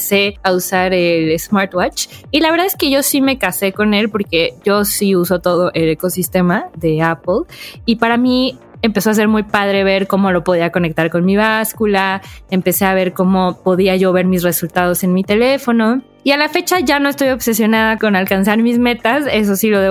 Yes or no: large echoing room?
no